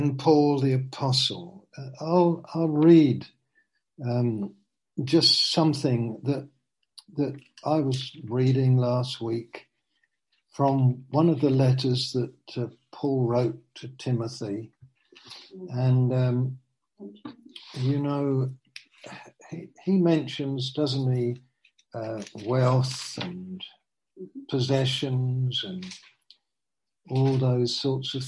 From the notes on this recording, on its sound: Zoom. Teign Valley Sessions.